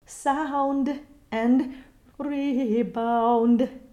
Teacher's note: it's also necessary to use a shadow vowel to make sure that that D stays a voiced consonant. Remember that final B, D, and G are the consonants that can take a shadow vowel in English.